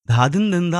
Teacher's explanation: धाधिंदा असं जेव्हा आपण म्हणतो तेव्हा आपण सगळी अक्षरं ही महाप्राणयुक्त म्हणत असतो